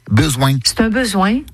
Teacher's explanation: Avec presque comme chez nous, cette sorte de coup de cloche à la fin du N, besoin. Un son qu'on appelle en phonétique un appendice consonantique nasal vélaire.